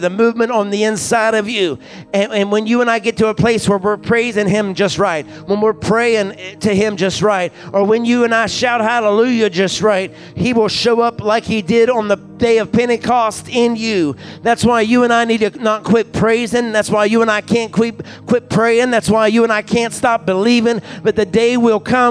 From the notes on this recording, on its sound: recorded from our Pentecost Sunday service at Fresh Fire Church in Uniontown, PA